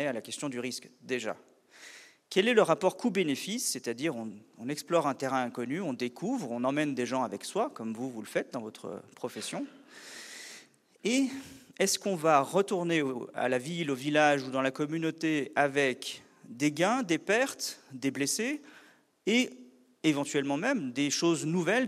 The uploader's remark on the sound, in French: Une conférence de l'ENSA, Ecole Nationale de Ski et d'Alpinisme à Chamonix-Mont-Blanc